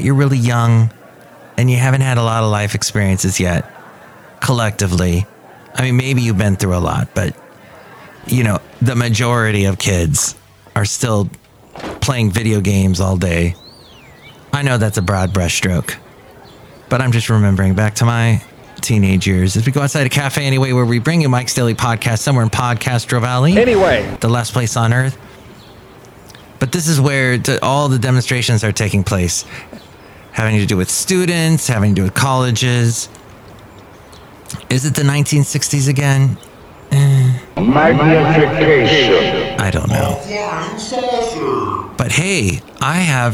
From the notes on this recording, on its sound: podcasts live from Café Anyway